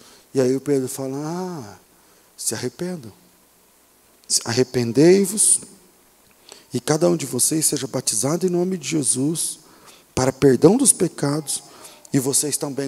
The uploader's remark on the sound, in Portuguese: Culto ao vivo.